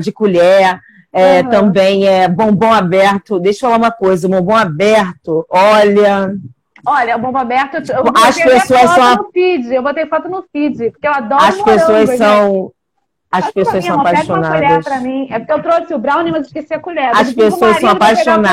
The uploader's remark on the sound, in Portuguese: em uma live especial no Instagram